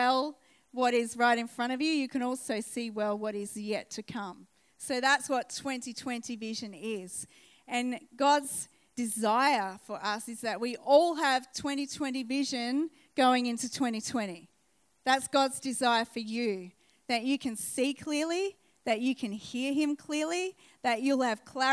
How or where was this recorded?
live audience